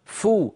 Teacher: وهناك فجوة بين الأسنان والشفة السفلى يمر منها صويت فموي فو، فلما أصل إلى الفاء فو أضغط على مخرج الفاء فأنطق · Term: إخفاء النون عند الفاء